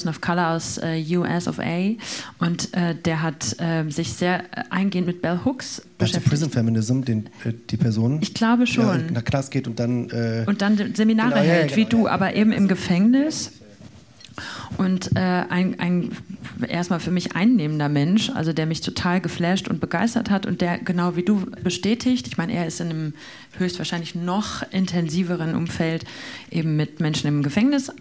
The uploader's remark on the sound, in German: Unsere Panel-Diskussion beim Festival Pop-Kultur 2023.